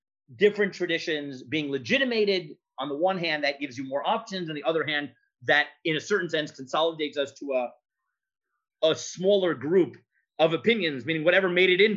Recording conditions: video call